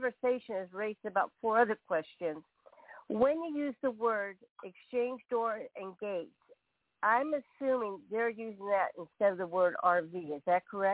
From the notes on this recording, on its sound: TNTSuperfantastic Conference Call